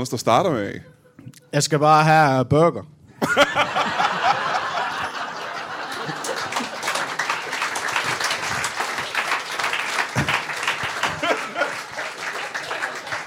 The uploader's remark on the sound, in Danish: LIVE fra Teater 95b i Odense